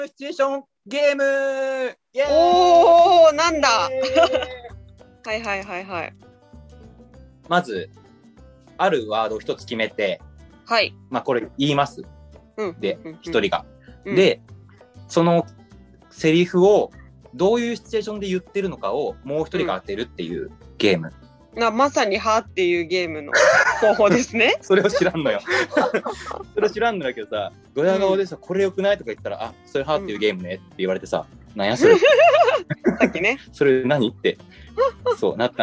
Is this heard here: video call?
yes